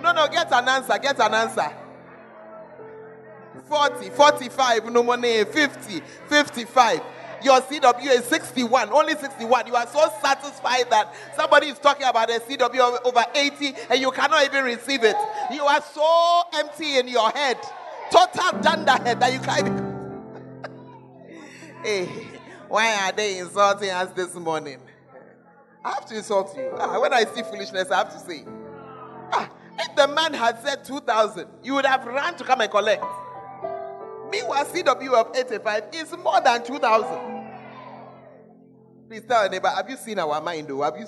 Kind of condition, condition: setting, large echoing room